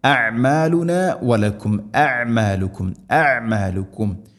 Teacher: ഇവിടൊക്കെ ഹംസയും അയിനും അടുത്തടുത്താണ് ഉള്ളത്, മഹ്റജിലും അടുത്താണ്. തൊണ്ടയുടെ താഴെ ഭാഗം ഹംസ, അയിന് തൊണ്ടയുടെ മധ്യഭാഗം. അതുകൊണ്ട് ശ്രദ്ധിക്കണം, അഅ്മാലുന വലക്കും അഅ്മാലുക്കും അഅ്മാലുക്കും.